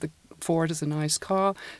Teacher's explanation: im britischen Englisch das R eben nicht ausgesprochen wird, also nach Vokalen, und dass die Amerikaner Car und Ford sagen. · Term: R-less English